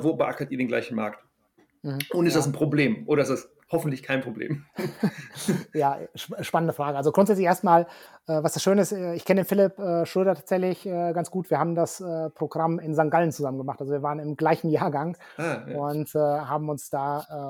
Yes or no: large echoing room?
no